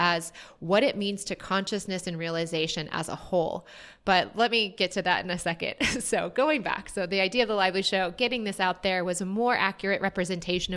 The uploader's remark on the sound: We worked with a live studio audience of 140 Lively Show listeners in Pittsburgh.